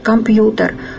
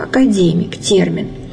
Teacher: Вот в слове компьютер Т нужно произносить твердо, а в слове академик Д нужно произносить мягко.